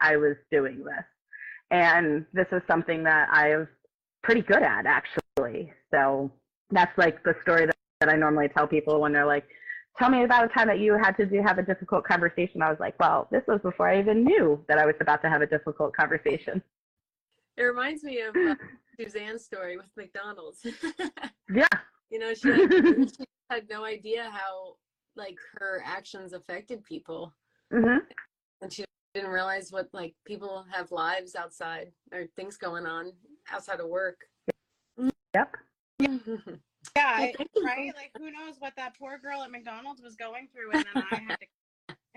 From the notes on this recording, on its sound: We were invited to go live on instagram